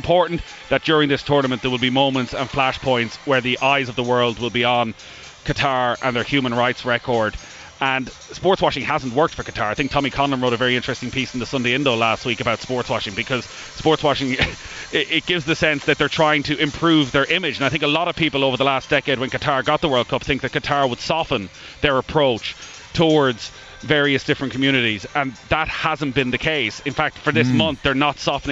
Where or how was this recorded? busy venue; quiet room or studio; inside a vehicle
busy venue